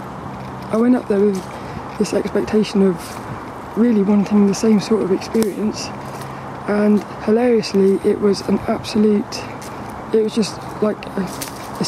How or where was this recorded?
outdoors